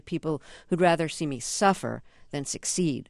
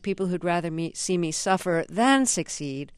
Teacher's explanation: Now, if I was saying that, I'd probably refer to people who'd rather see me suffer than succeed. But the way you say it, it's like people who'd rather see me suffer than succeed, and the accent is on the than. · Shown in: second take